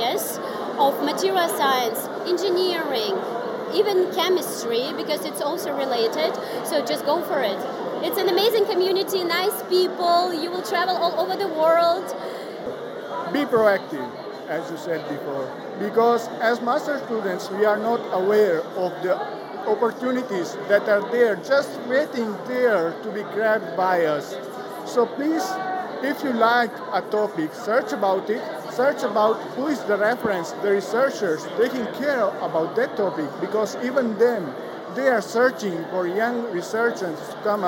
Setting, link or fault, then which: setting, busy venue